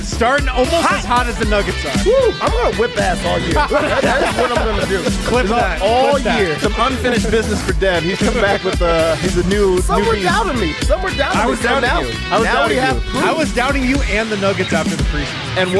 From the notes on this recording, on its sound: Break down the game live from the Winner's Lounge.